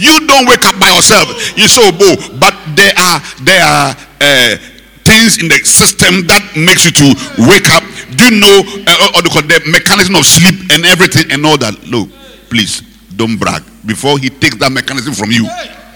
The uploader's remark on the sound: Preached at the Rose of Sharon Cathedral, Catch the Anointing Centre, LA - Accra. Preached at the Rose of Sharon Cathedral, Catch the Anointing Centre, LA - Accra.